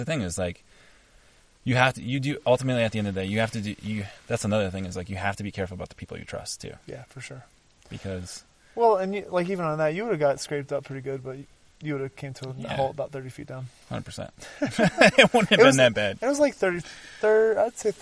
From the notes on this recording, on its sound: Live show from the backcountry of Canyonlands National Park amid the chaos.